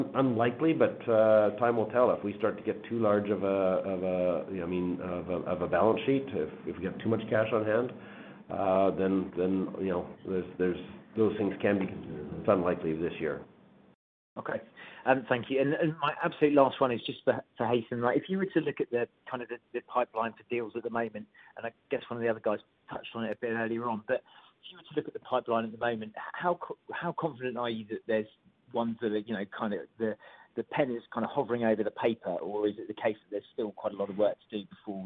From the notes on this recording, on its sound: Fourth quarter 2020 earnings call